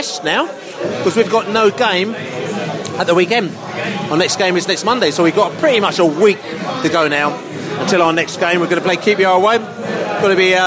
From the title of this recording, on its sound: post-match podcast from the pub